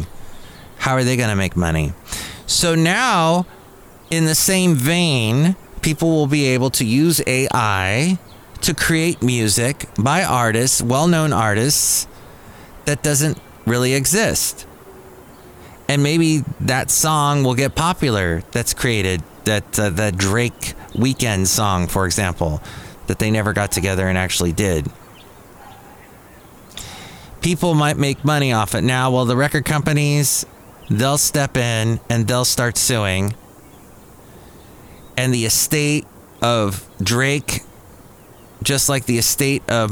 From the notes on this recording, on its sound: podcasts live from Café Anyway